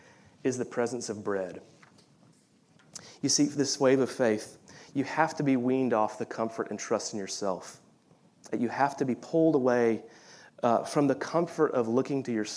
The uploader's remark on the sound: Of Reformed University Fellowship at USC during the Contemporary Worship service.